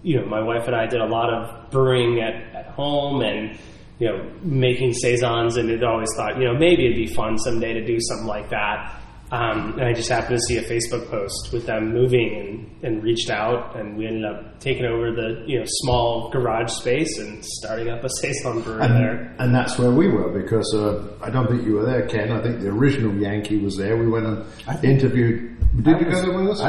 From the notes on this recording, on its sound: Please note: the taproom was very echoey, so our recording reflects that somewhat.